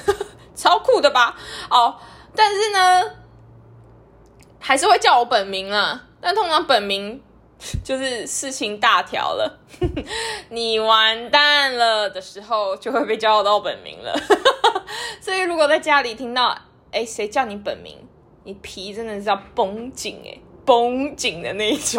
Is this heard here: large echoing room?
no